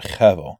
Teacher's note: it's that guttural sound in the back of your throat, hevel. This is the word that the name Abel is based on, Adam and Eve's second son, Cain and Abel.